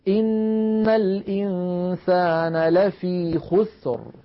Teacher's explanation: طيب إذا كان مضموم الآية التي بعدها إن الإنسان لفي خسر، لاحظوا كلمة خسر، الراء ساكنة، قبلها ساكن، وقبله مضموم وهو الخاء، إذا أيضا نفخمها